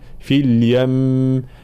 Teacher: الوقف على كلمة في اليم يكون الوقف بالغنة الكاملة لأن الميم مشددة، فلا نقول في اليم، لا في اليم مع بيان كسر في الفاء، قلش فا فل، لا فيل في اليم هكذا.